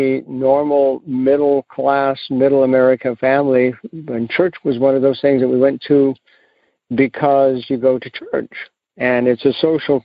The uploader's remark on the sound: Monday Noon Phone Speakers Series